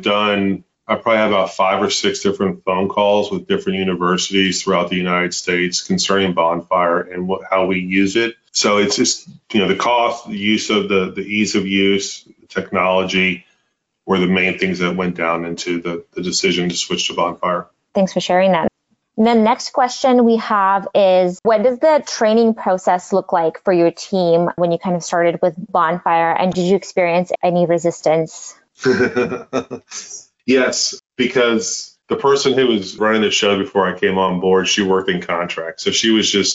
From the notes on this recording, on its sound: We’re bringing you a recorded webinar featuring the story of UT Health San Antonio, a leading research university in South Texas.